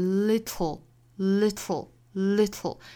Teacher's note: 那一定要注意这个的和后面的舌侧音其实是融为一体了，发成舌边爆破的